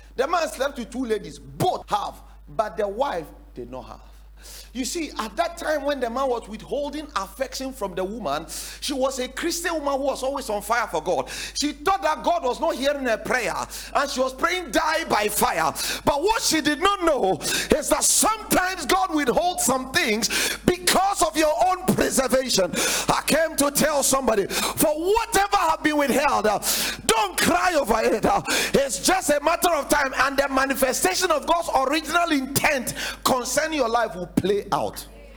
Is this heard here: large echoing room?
yes